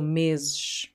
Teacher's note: S is like a sh.